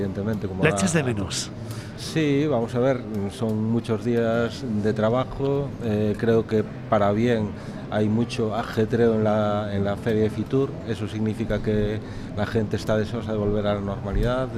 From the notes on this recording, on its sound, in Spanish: Programa emitido el 22.01.22 en Capital Radio. Desde la feria internacional de turismo del IFEMA de Madrid, FITUR2022, grabamos este especial FITUR.